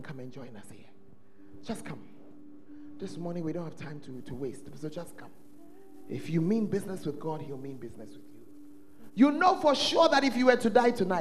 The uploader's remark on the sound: at The Fountain of Life Cathedral during The Presence Service